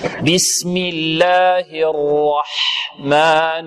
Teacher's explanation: ركز على الراء، فخمها ورقق بعدها ماذا؟ الحاء